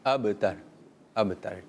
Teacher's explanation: और हुवल अब तर बा में हम कलकला भी करेंगे